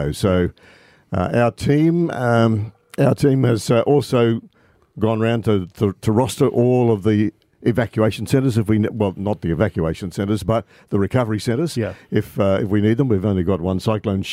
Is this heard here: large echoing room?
no